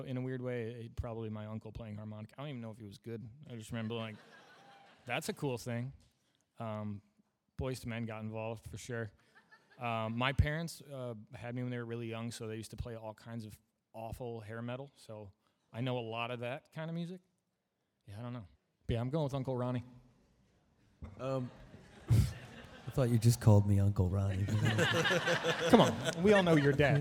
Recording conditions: busy venue